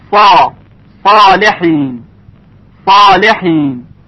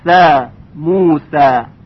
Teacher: پس صدای حرف صاد درشتر از صدای حرف سین هست. در اصطلاح ما میگوییم صدای صاد تفخیم میشه، یعنی درشت و سنگین ادا میشه، و صدای سین ترقیق میشه، یعنی ظریف و نازک ادا میشه.